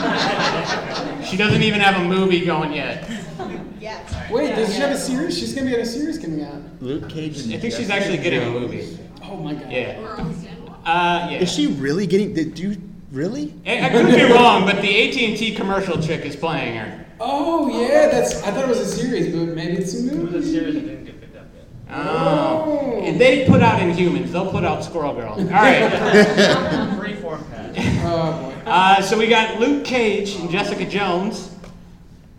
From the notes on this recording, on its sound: our first panel at Phoenix Comic Fest 2018